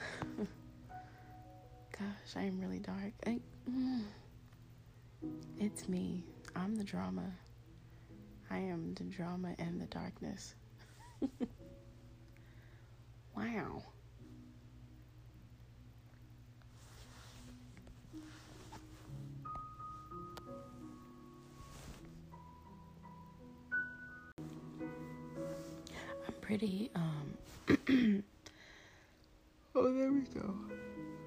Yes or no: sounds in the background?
yes